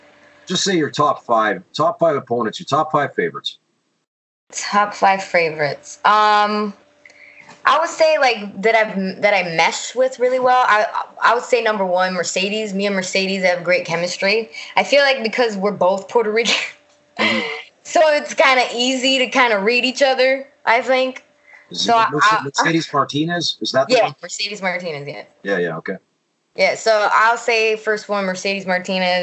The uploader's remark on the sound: we have a skype call